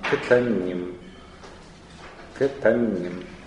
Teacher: В кетаним в первом слоге шва, кетаним, да, там редукция и удвоение нуна